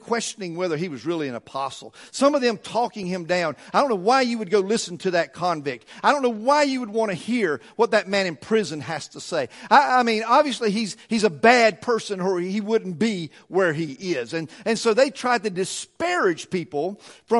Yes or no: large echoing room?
yes